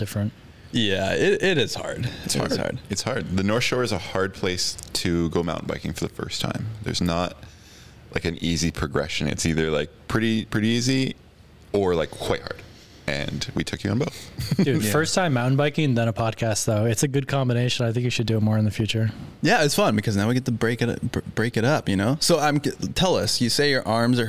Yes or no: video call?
no